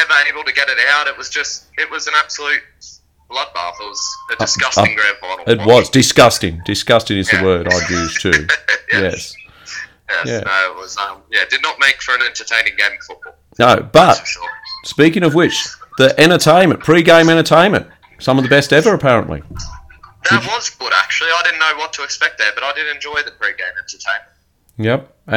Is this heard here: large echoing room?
no